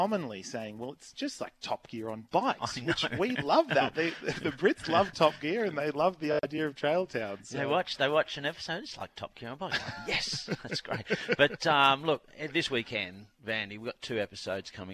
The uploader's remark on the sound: The guys are live in England! Sitting in a Devon pub.